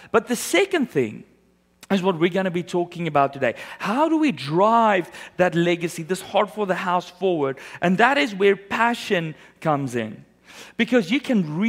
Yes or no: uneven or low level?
no